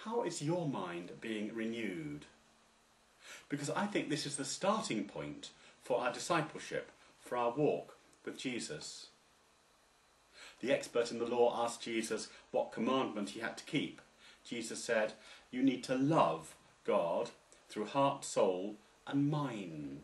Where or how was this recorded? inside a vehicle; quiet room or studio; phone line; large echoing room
large echoing room